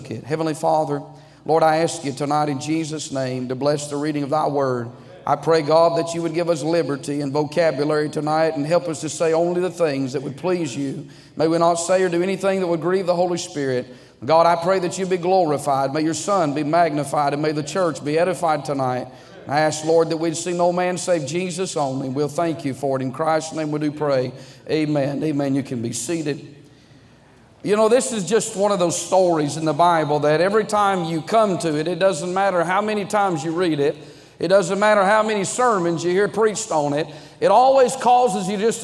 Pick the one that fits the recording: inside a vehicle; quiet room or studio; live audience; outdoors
live audience